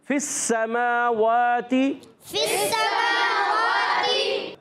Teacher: अब देखें, ये फा जो है डायरेक्ट सीन से मिल रहा है। अब फा के बाद या भी है, अलिफ भी है, लाम भी है, सारे के सारे साइलेंट हो जाएंगे।